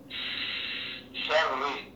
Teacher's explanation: نجد إن الشين بيخرج من وسط اللسان مع وسط الحنك الأعلى